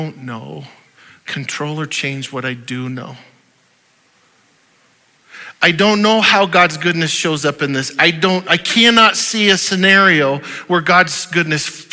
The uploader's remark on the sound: Audio file of the Sunday Morning Sermon